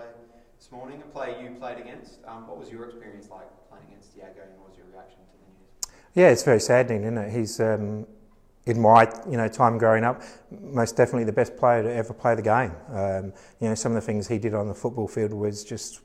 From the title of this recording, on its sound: Press Conference